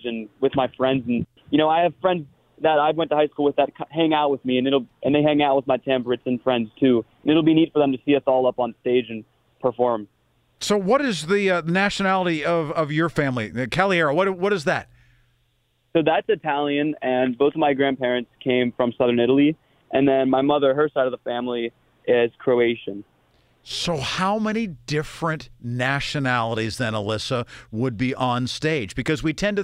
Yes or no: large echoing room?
no